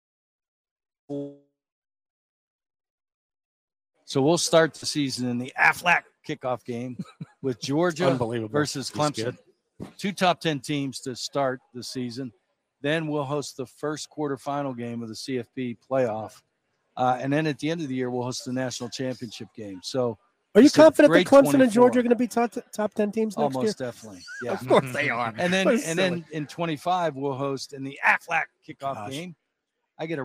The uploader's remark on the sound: live in Charlotte for day one of the 2023 ACC Kickoff